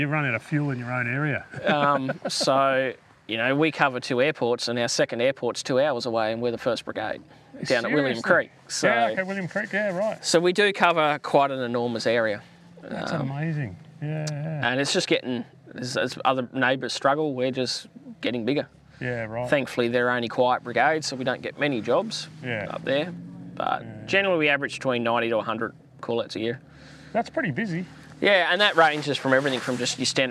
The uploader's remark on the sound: This episode was recorded at our first official 'First Responder Engagement Day' or FRED as we call them, at Oodnadatta SA while we are doing the Heart 2 Heart Walk 2023.